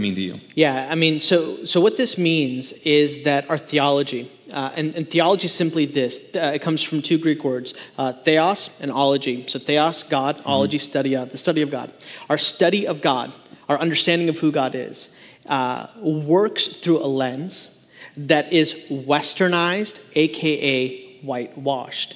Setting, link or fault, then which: setting, large echoing room